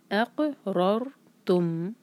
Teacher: الف کو قاف سے جوڑیں گے، قاف سے جوڑیں گے اور یہاں پر تھوڑا جھٹکا دیں گے. را ساکن سے پہلے را پر فتحہ رار، تو را کو بھاری پڑھیں گے